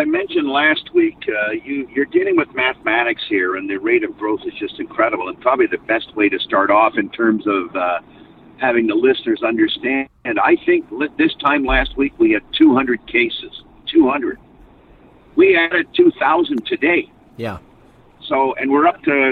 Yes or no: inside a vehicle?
yes